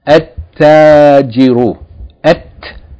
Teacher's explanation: If a word begins with a sun letter, if you add Aleph Lam, you do not pronounce the Lam, you double the sun letter and merge the Lam into it